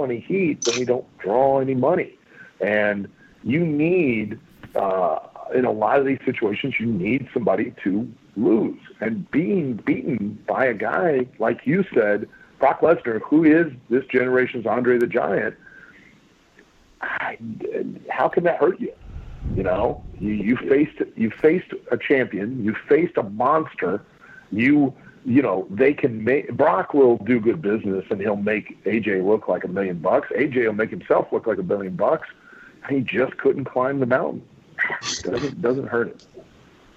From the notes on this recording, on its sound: we take your LIVE phone calls!